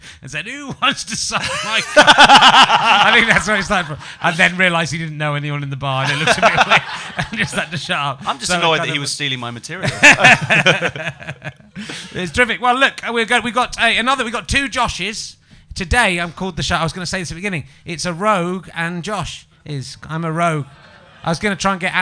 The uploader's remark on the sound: the audience are getting amorous with each other